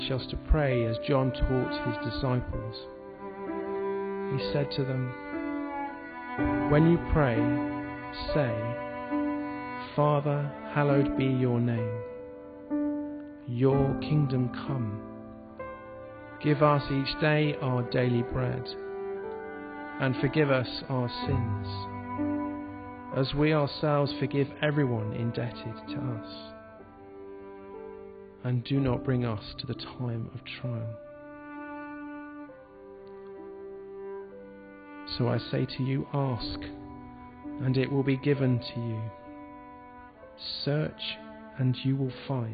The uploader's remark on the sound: This podcast was recorded at the Moot Community Eucharist, in the Guild Church of St Mary Aldermary in the City of London